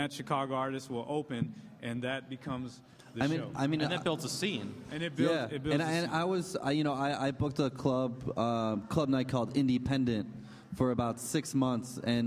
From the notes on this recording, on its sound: In a live podcast panel recorded last month at Rockit Bar & Grill